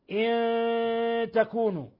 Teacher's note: احذر أن تقول إن تكونوا بحيث تلصق طرف لسانك في أصول الثنايا العليا فيظهر التشديد، لا علق لسانك وجاف لسانك عن أصول الثنايا العليا وأظهر غن من الخشوم · Term: إخفاء حقيقي